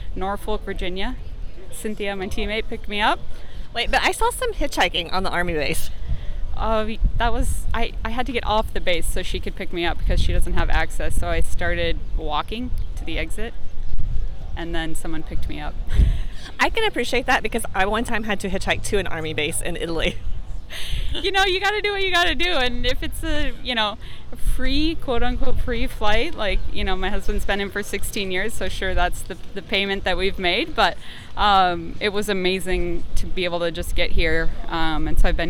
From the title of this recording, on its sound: LIVE from Unbound Gravel